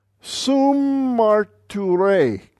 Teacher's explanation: So the double mem is held longer.